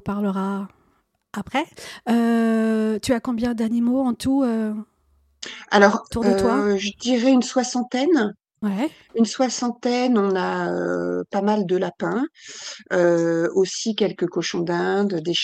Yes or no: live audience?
no